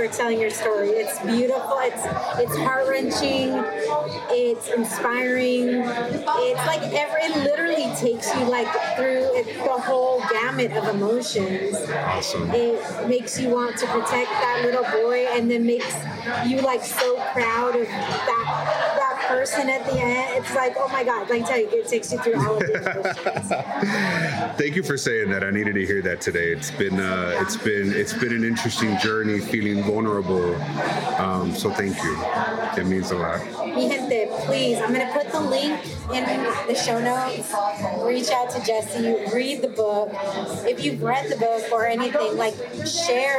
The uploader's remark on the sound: Thank you WetStone Wine Bar for hosting